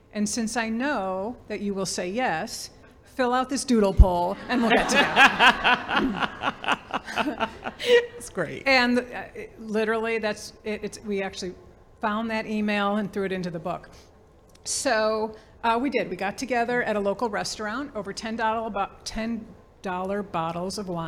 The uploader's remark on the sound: This conversation was recording in front of a live audience